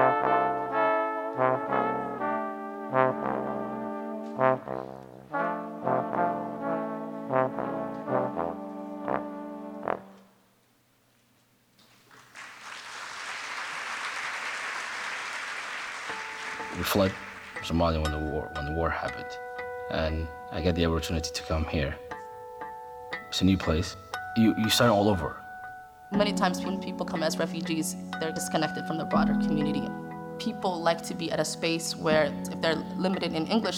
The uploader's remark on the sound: recorded Ampersand Live 2018 at the Moore Theatre on October 25